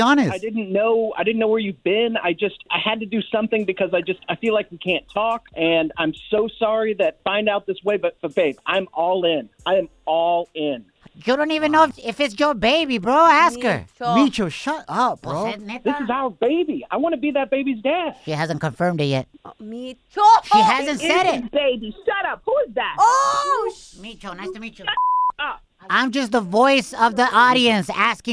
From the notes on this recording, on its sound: Today on the show, we opened up the phone lines.